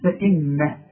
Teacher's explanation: النون لازم تغن لان عليها الشدة، اذا عند الوقف وعند الوصل